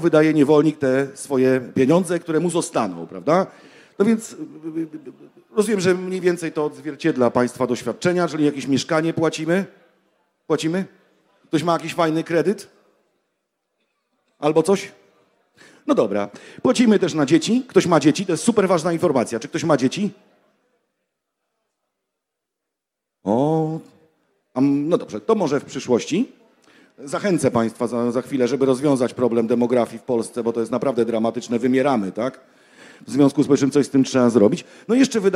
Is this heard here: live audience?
yes